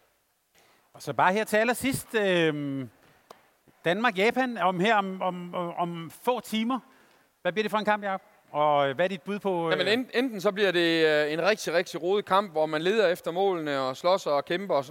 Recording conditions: busy venue